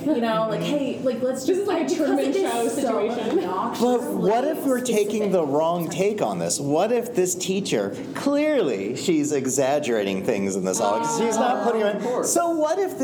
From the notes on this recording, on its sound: recording live at a teacher conference and joined by many!